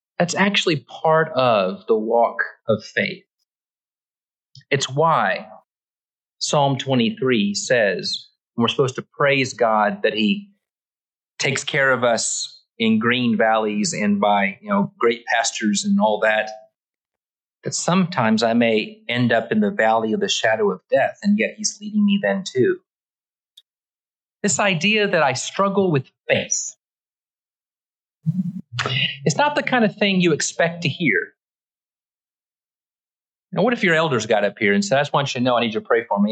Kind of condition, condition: setting, large echoing room